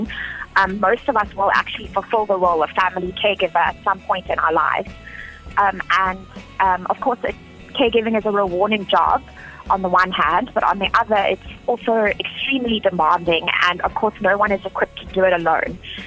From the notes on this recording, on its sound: Carechamp (live telephonic).